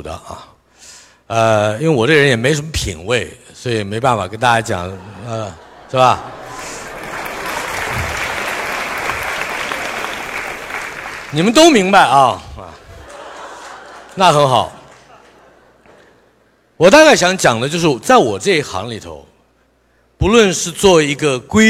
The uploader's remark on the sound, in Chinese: 一席现场。